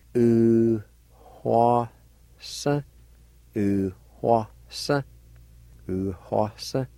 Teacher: between the U and the W at the beginning of the word, there'd be a faint H sound like this. U hua sa.